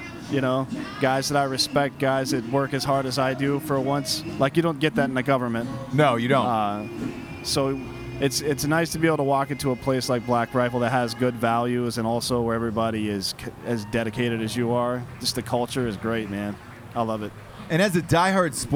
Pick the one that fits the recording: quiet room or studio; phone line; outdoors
outdoors